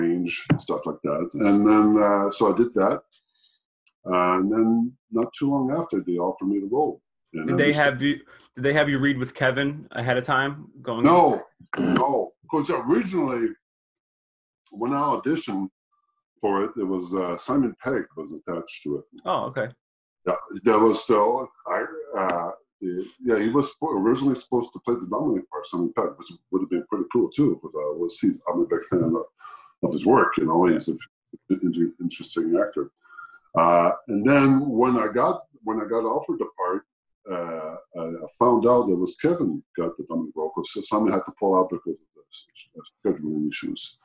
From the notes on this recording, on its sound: Recorded via Zoom